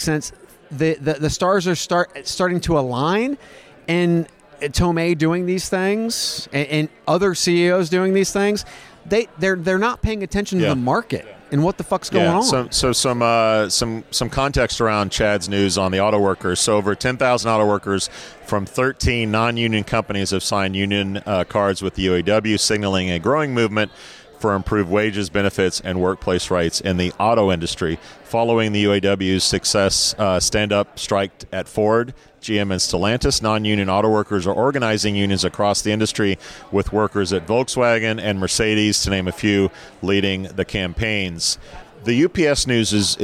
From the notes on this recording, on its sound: The boys are live from TA Week in the Qualifi booth dropping more commentary from the world of work.